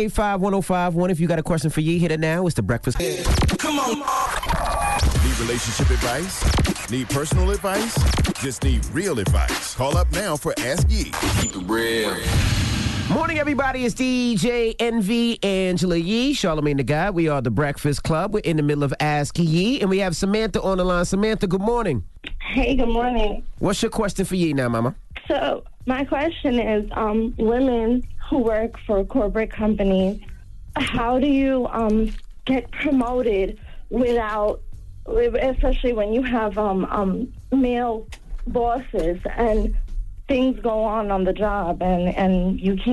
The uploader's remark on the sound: Today on the show we opened up the phone lines